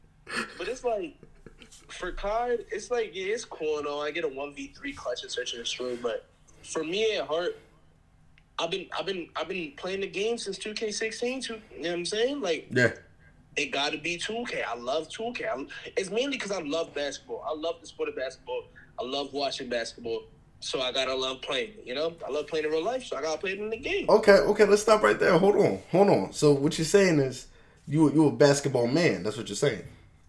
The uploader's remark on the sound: Audio may sound a lil fussy, Sorry about that. Software wasn't working as well.